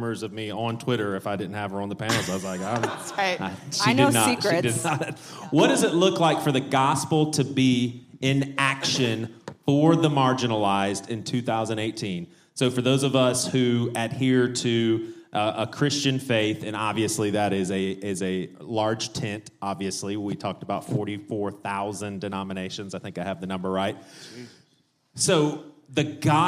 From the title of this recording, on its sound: a Panel from BadChristian Con